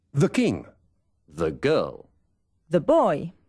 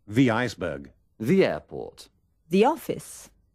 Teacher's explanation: delante de las palabras que empiezan por vocal, a la TH, sigue un sonido similar a nuestra I. · Shown in: second take